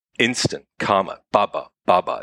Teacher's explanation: in, in poetic terms, in rhythmical terms, what he's employing is something called trochaic dimeter, which means uh, two metrical feet, each of which is a stressed syllable followed by an unstressed syllable